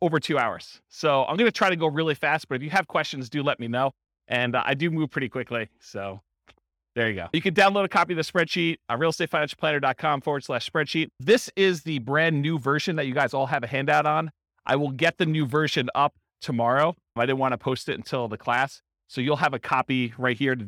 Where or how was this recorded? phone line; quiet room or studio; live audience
live audience